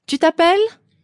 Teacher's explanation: intonation goes up at the end of the question